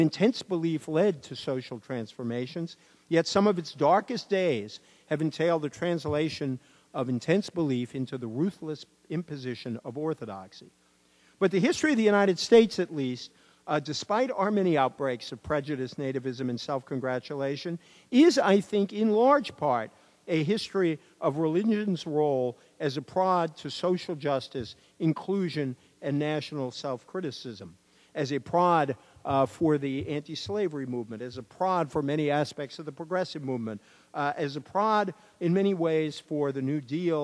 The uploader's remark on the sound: keynote address at Yale Divinity School’s Faith and Citizenship conference